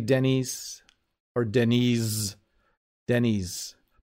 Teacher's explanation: it's definitely a soft S into a Z. So it does have a Z feeling to it.